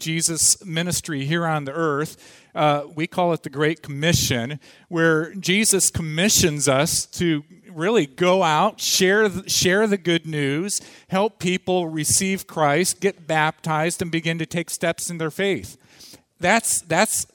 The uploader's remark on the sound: Audio from the morning session of the 2014 Lead Well conference held at Parkview Community Church